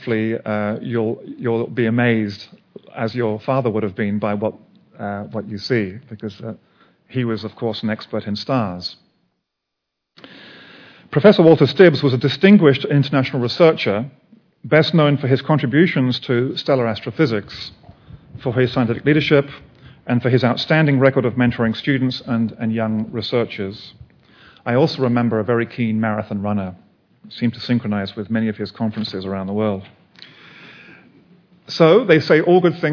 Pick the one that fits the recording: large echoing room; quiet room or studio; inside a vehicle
large echoing room